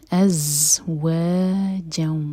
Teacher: جیم پر فتح کی تنوین، اس کے بعد واو، تو یہ ہے ادغام غنہ کے ساتھ